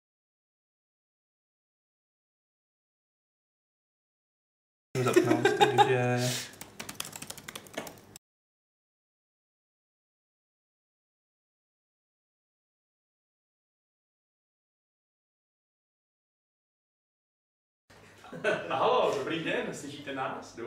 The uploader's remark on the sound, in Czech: Omlouváme se za sníženou kvalitu zvuku